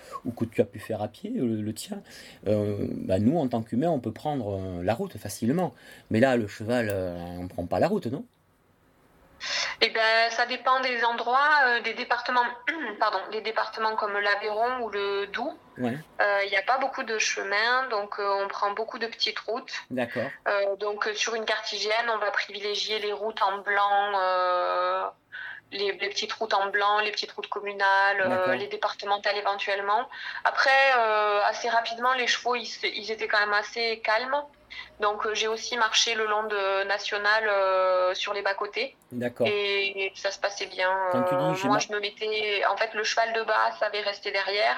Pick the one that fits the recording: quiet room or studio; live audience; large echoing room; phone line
phone line